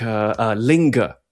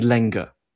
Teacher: there was a sort of precursor to the pin-pen merger in late Middle English, early modern English, where the e vowel is being raised in the same environment before a nasal · Shown in: first take · It's being raised up to become e.